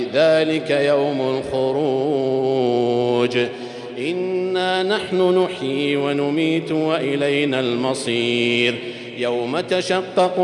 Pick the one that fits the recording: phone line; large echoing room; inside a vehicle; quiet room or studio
large echoing room